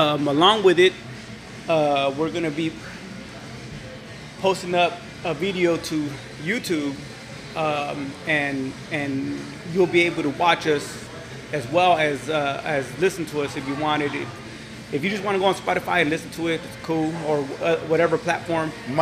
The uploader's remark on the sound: Sit down on location at spokeasy public house.